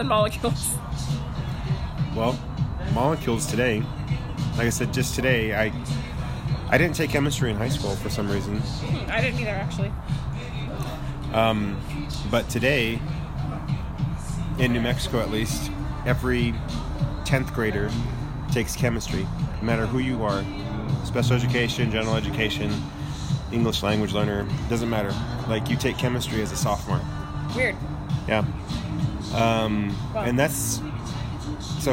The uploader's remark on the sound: Background Noise